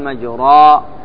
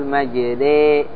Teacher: فإذا أملت الراء رققت · Shown in: second take · Term: الإمالة